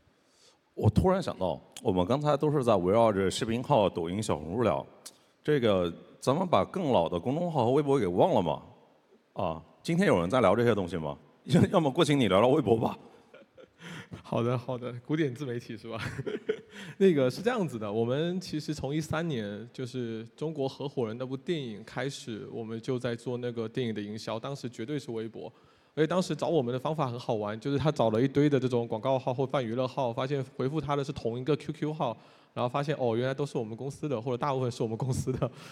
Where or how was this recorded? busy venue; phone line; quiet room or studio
busy venue